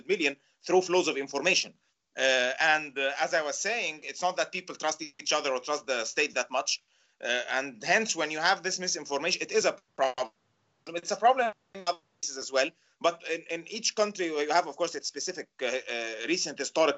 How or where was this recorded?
video call